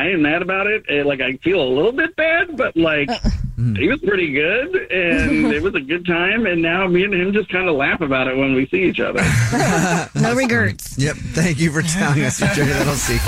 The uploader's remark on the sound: There is a guy on the phone.